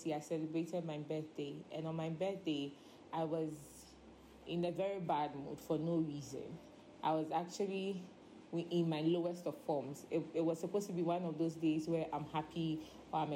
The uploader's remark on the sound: Preached at Loyalty House, Abbey, Dahwenya